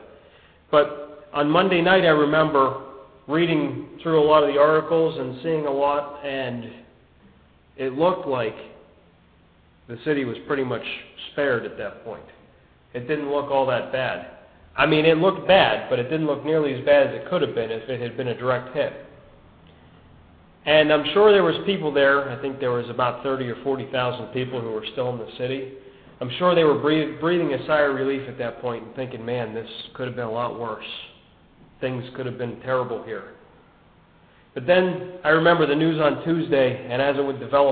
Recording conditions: large echoing room